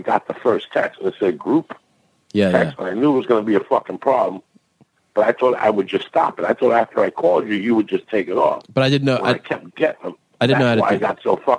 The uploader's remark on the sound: A special phone call